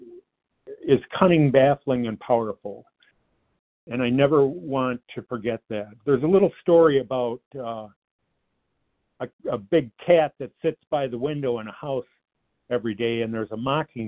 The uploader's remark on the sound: qualification from the 100 Pounders Phone Meeting